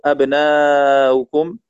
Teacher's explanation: وتسهل المضمومة بجعلها بين الهمزة والواو